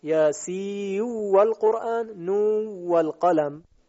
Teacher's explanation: شد طبق قاعده یرملون در حرف واو، یعنی از جهته که این حرف نون و حرف واو قریب المخرج هستند، ادغام متقاربین صغیر صورت میگیرد · در اینجا ملاحظه فرمودید که نون ملفوظ در آخر یاسین و همچنین در آخر نون این ادغام شد طبق قاعده یرملون در حرف واو